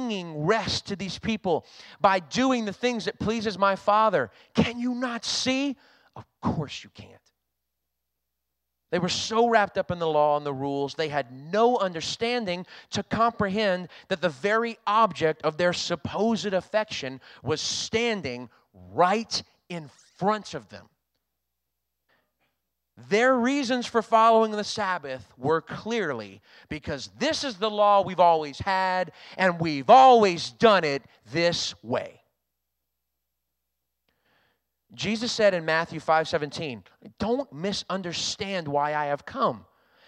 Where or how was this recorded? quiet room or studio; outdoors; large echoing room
large echoing room